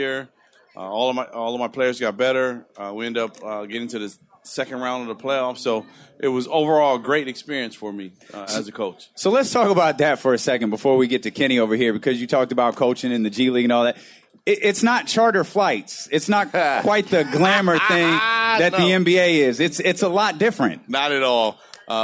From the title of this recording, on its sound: Live At Sports Fest